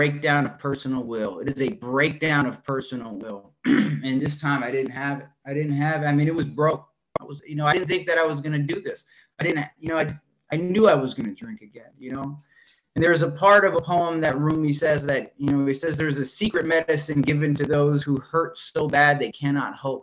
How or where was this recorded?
video call